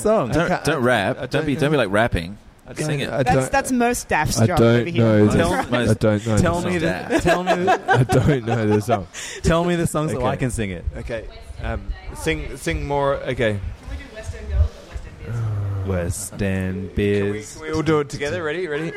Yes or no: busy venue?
yes